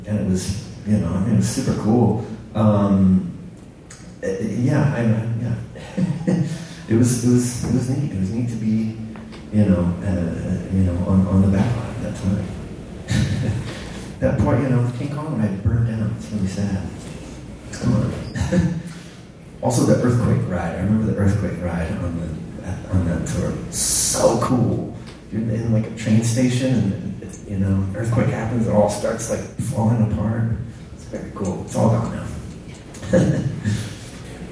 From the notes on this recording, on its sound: Live from Super FamiCon